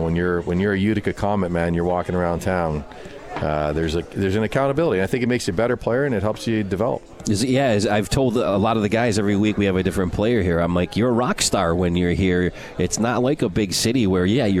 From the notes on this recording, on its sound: Comets Insider live from Swifty's.